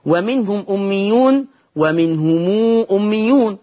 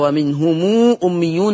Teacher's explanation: ومقدار الصلة عند ورش صلة الميم بمقدار الإشباع · Term: صلة ميم الجمع